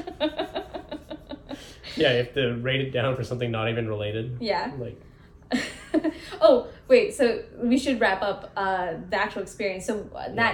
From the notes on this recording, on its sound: We had some issues with the microphone audio and had to use camera audio